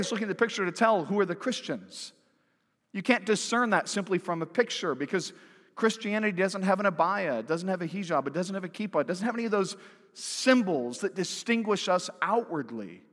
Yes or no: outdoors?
no